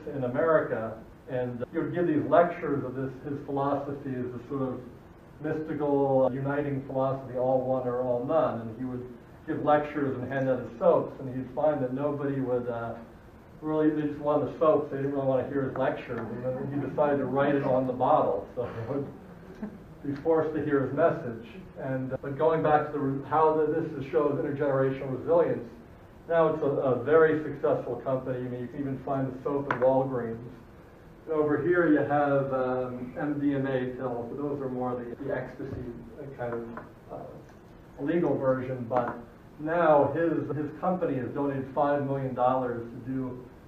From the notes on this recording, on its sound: recording of my dissertation defense to the faculty of Family Therapy at Nova Southeastern